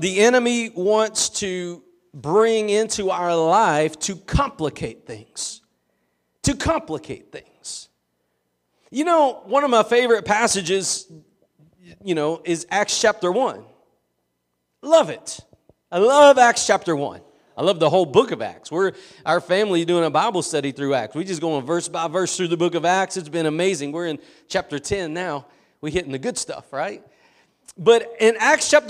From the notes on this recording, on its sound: Preached at Gospel Lighthouse in Bossier City, La.